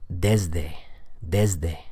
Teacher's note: The S there is being voiced in my pronunciation